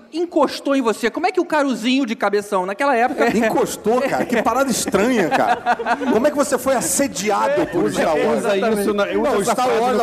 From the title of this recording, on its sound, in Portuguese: Ao Vivo na Jedicon 2017